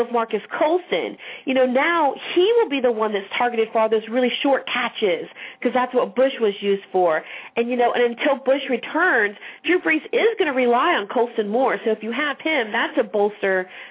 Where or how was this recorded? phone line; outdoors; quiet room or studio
phone line